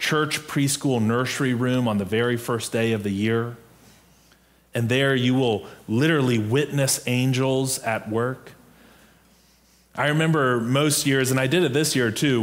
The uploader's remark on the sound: Preached on December 11, 2022, in our MorningSong worship service.